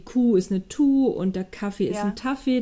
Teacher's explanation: ein hinterer Laut, wie das K zum T nach vorne verlagert wird